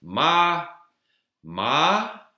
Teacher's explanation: So you have sort of a high flat tone